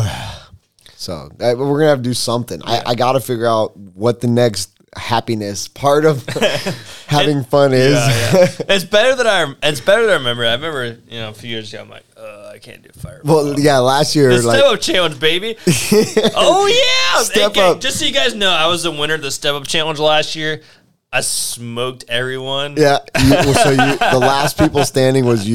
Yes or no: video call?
no